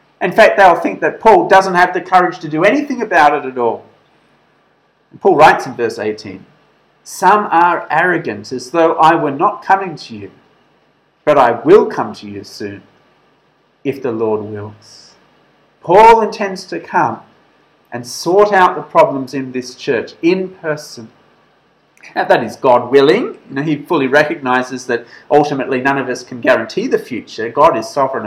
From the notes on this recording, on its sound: This sermon was preached at St George's Church, Penang on 29th September 2021.